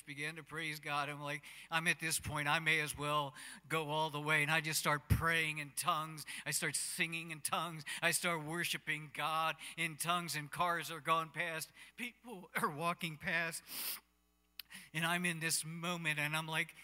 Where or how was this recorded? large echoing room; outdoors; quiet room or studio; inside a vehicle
large echoing room